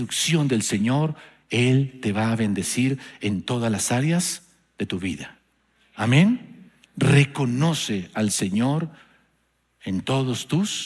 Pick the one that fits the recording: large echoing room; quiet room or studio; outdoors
large echoing room